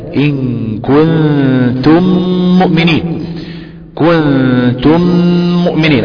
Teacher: له حرف وحيد وهو حرف الميم، الميم لا تدغم الا في الميم، فاذا وقعت الميم المتحركة بعد الميم الساكنة وجب الادغام، ويسمى ادغام متماثلين صغير، ولابد ايضا معه من غنة، لابد ان يأتي فيه غنة.